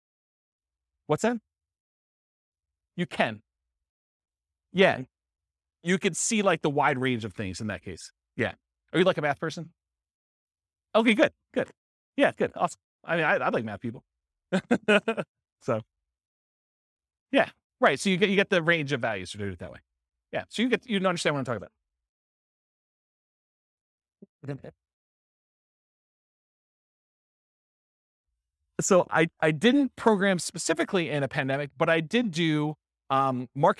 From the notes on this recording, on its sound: This was a live class recorded